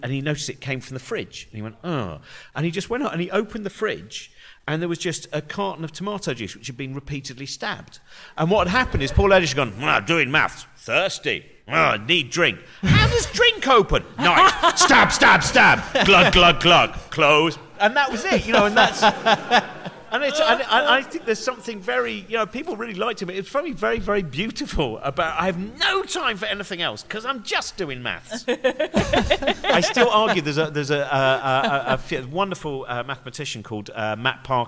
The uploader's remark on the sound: A special LIVE show at The London Podcast Festival. Stick around after the live conversation.